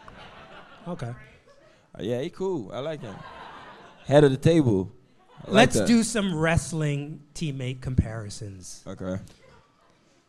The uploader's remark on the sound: Who invited Hustle Play to record at their live show this week.